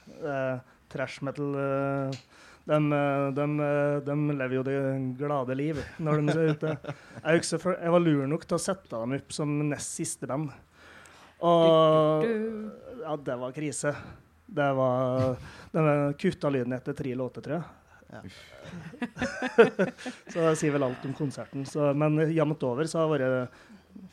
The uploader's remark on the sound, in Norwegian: Tonspod live på Tons of Rock 2018.